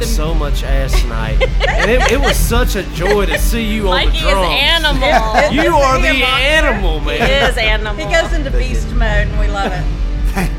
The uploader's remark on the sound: at Avondale Brewing in Birmingham, AL for Brewzapalooza music festival